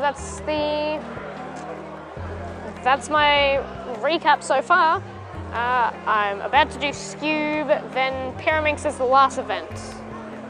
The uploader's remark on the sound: This episode I’m in Kensington for the Melbourne Mini Sunday comp.